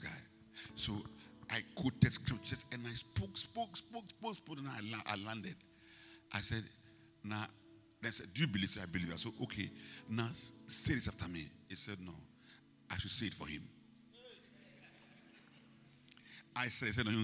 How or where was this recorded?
large echoing room